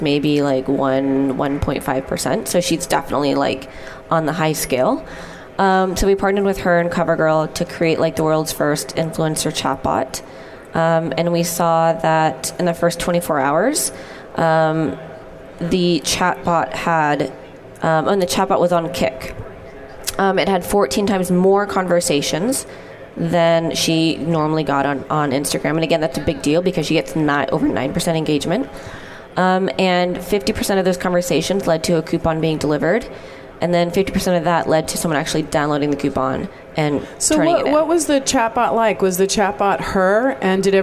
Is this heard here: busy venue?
yes